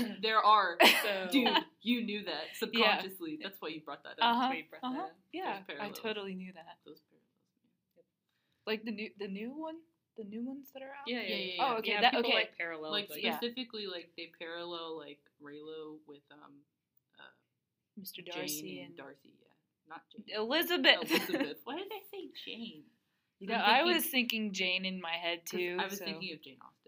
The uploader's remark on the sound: We're still adjusting to the audio setup.